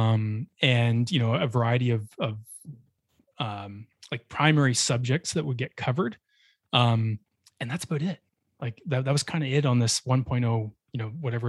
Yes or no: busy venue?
no